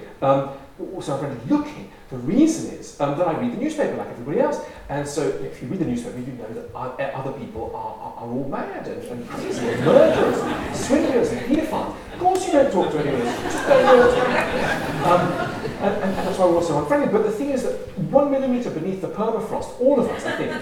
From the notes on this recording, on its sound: as part of the Words and Ideas events at the Norfolk & Norwich Festival